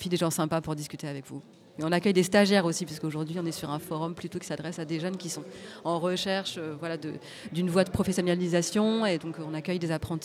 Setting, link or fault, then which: setting, busy venue